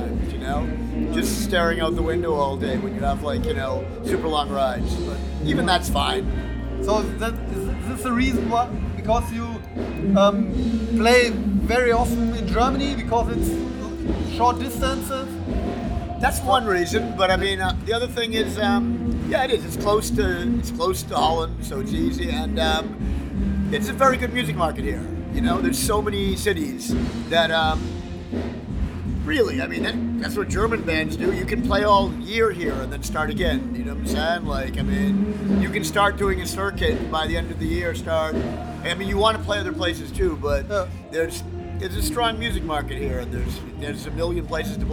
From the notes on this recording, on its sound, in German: als die Vorband bereits auf der Bühne stand